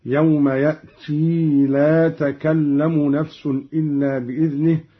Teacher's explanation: قرأ قالون بإثبات الياء بعد التاء في قوله تعالى: يوم يأتي، هكذا يوم يأتي لا تكلم نفس إلا بإذنه حالة الوصل فقط، وإثبات الياء على الأصل.